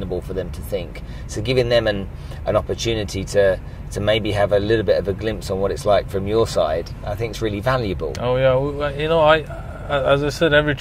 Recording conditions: inside a vehicle